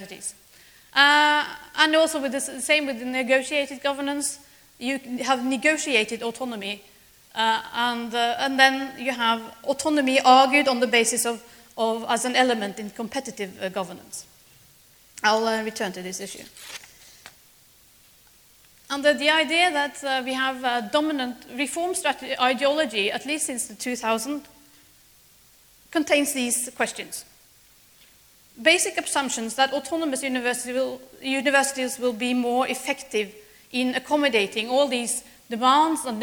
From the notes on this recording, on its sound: Speaks at SRHE Annual Research Conference 2016.